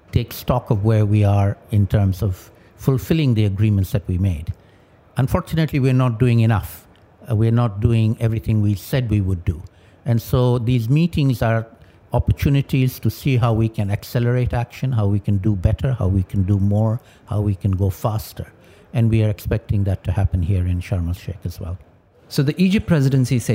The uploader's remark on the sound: recorded at COP27